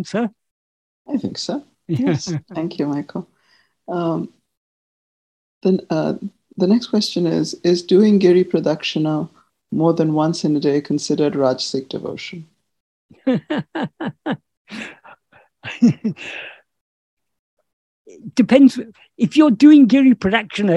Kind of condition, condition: link, video call